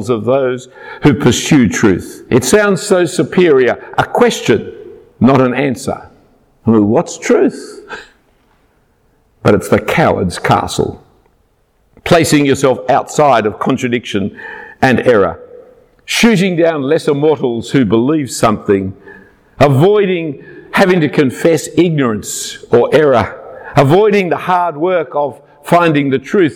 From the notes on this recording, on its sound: A talk preached at Christ Church Durham at an evening Christmas Carols service. Passion For Life Conference across the UK.